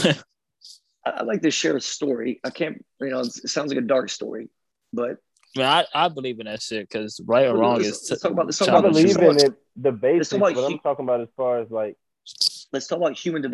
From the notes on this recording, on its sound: ZOOMCAST